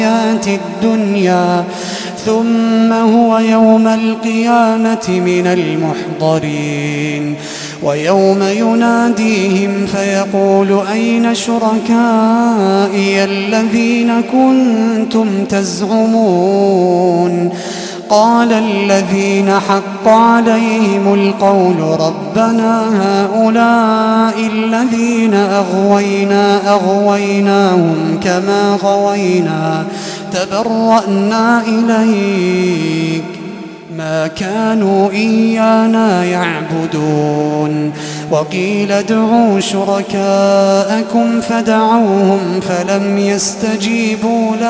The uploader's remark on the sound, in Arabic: تسجيلات من صلاة التراويح لشهر رمضان عام 2016.